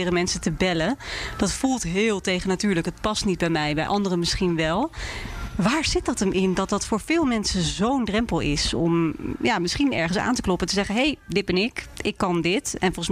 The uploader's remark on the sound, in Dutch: De podcast wordt opgenomen tussen de werkende zzp'ers in Bar-Brasserie Danel in Utrecht. De podcast wordt opgenomen tussen de werkende zzp'ers in Bar-Brasserie Danel in Utrecht.